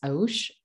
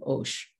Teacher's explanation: At the beginning of stage two, the form has shifted to Osh. And so that Au diphthong became O during the first set of sound changes